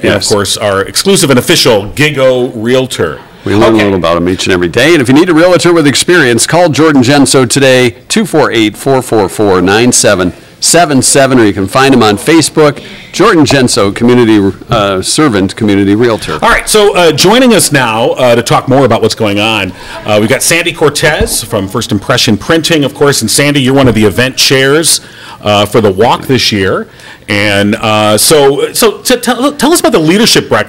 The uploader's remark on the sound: We were live on location for the Alzheimer's Association Leadership Breakfast at Crystal Gardens